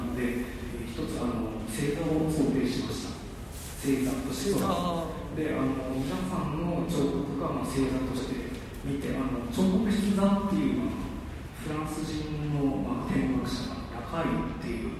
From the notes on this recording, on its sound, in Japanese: のトークイベントの録音です。会場：武蔵野美術大学鷹の台キャンパス 2号館309、310教室。